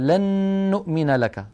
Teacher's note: عندما أدغمنا النون في النون كقوله تعالى لن نؤمن لك، أدغمنا النون في كلمة لن بكلمة نؤمن التي بعدها، فنشأت نون مشددة طولنا غنتها حتى صارت أكمل ما تكون